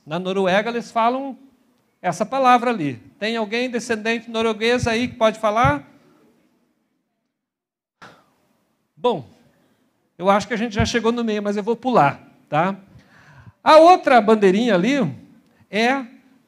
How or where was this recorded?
large echoing room